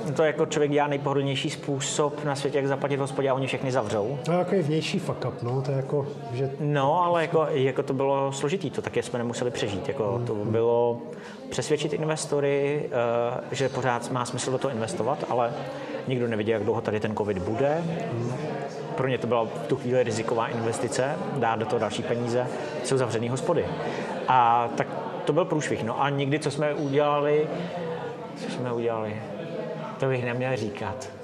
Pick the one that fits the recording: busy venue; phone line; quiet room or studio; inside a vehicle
busy venue